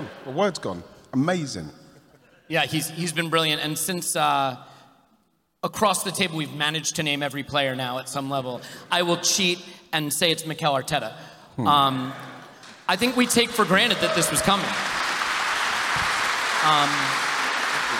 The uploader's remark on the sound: This episode is a recording of the Arseblog & Arsenal Vision Live event from Union Chapel